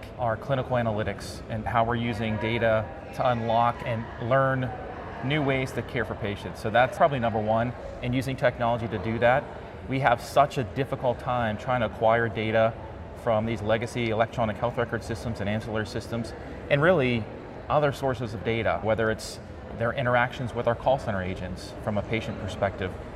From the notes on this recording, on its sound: It’s an Interview in Action live from CHIME.